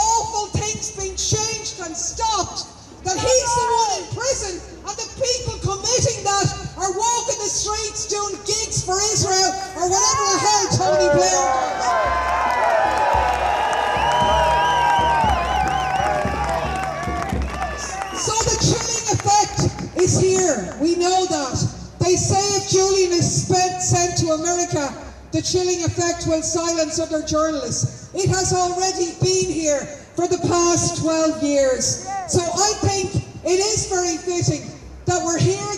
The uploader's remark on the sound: My address to the demonstration outside the Royal Court of Justice in London after the hearing yesterday evening.